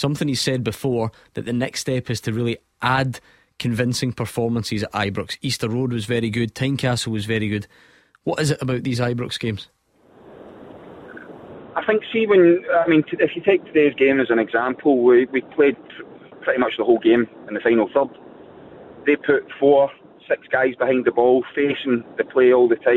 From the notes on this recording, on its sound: The phone lines are opened as you have your say